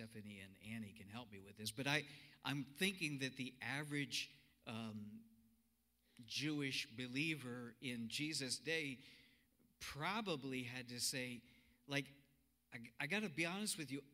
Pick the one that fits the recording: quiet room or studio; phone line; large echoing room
large echoing room